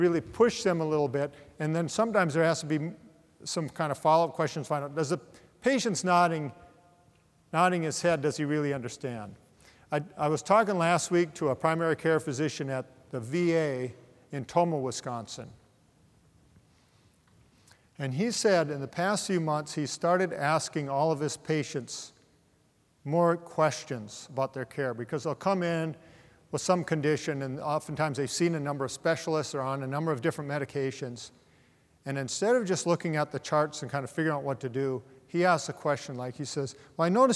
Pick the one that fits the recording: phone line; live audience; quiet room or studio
live audience